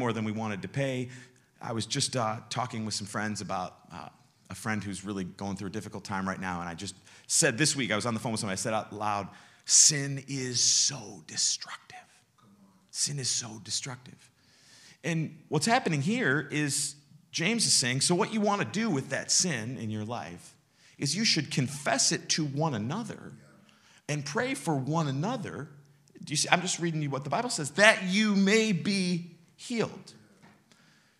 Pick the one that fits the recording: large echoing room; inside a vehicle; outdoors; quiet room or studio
large echoing room